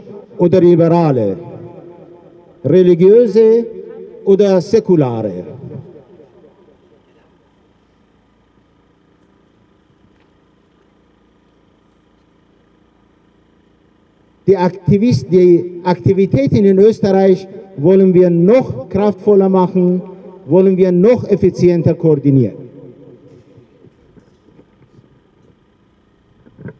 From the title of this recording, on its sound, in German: O-Ton] Ausschnitte aus Demo gegen Hinrichtungswelle im Iran am 3. 2. 2024 in Wien